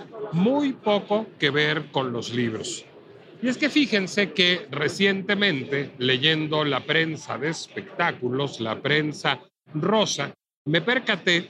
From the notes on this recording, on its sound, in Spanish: La Pinche Complejidad se trasladó a la Feria Internacional del Libro de Guadalajara, y desde ahí transmitimos completamente en vivo.